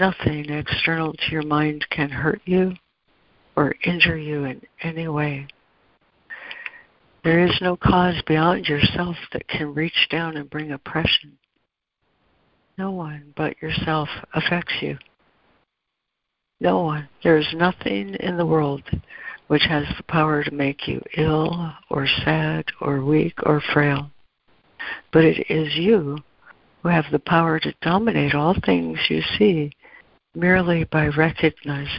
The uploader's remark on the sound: ACIM Daily Conference Call.